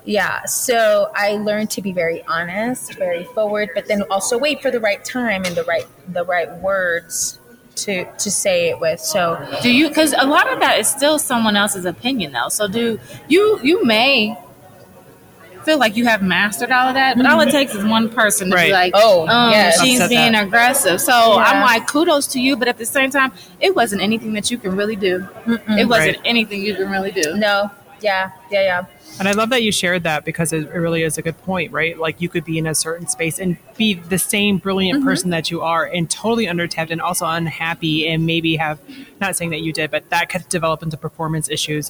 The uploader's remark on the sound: Took a moment at the AACRAO Annual Meeting to record this cross-podcast conversation.